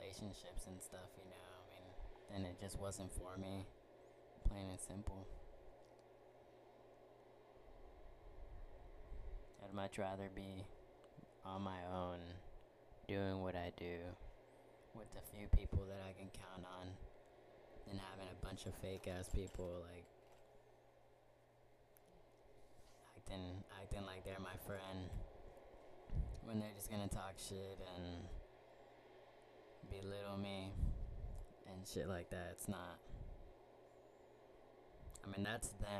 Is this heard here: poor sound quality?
yes